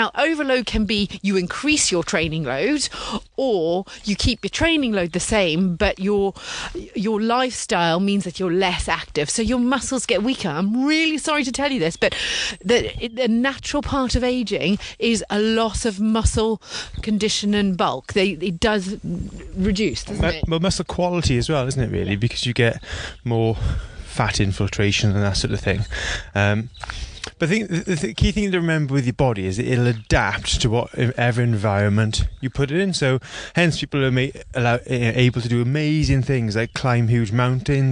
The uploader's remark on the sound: while walking through the Monmouthshire countryside